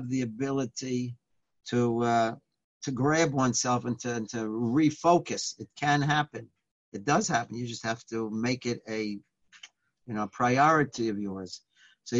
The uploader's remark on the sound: Live On Zoom